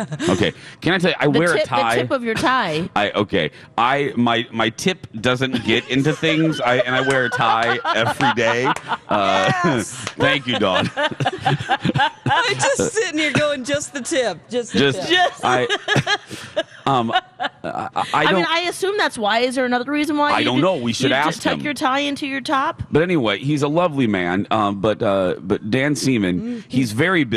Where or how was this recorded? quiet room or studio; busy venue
busy venue